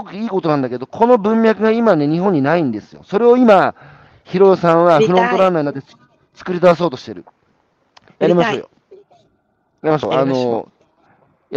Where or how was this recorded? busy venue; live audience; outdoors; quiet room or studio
outdoors